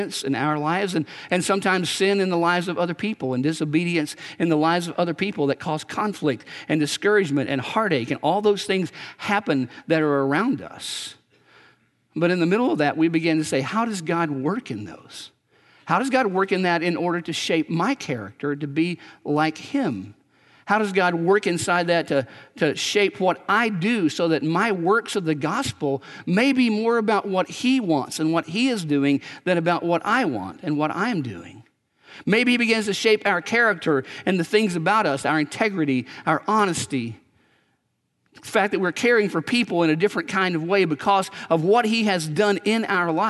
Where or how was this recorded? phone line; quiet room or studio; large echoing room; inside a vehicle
large echoing room